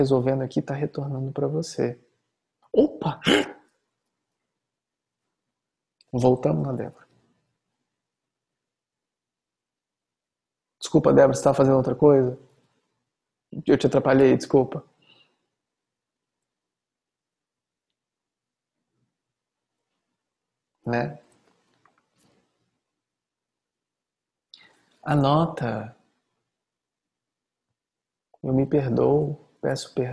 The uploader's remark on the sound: Online via Zoom